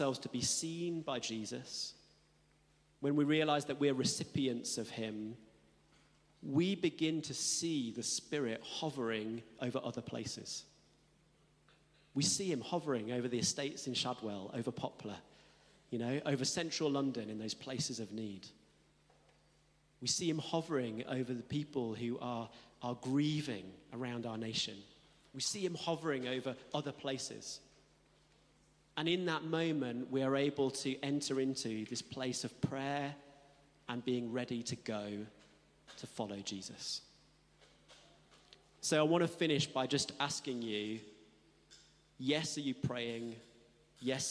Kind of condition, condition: setting, large echoing room